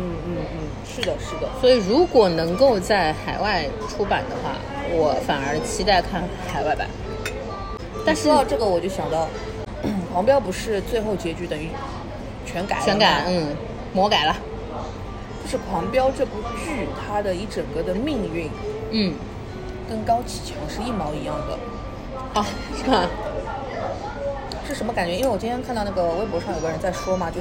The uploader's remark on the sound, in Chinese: 本次录制花费：Green & Safe 人均100多吧。